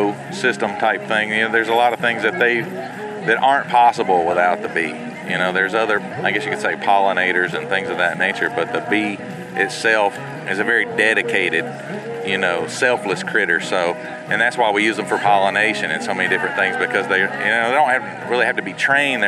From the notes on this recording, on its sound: On this episode, we took a trip to the Cartersville Farmer's Market. You'll hear the sounds of a bustling farmer's market.